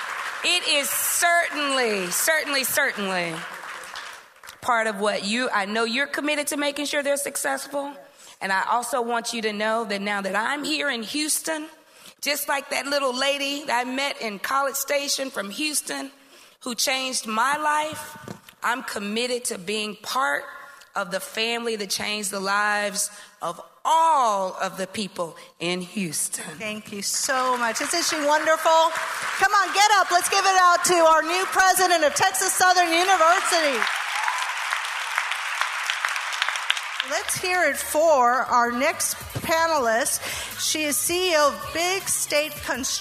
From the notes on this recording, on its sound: The segment features audio footage of our 2022 Women’s Leadership Conference & Business Expo that took place on Friday, March 11, 2022.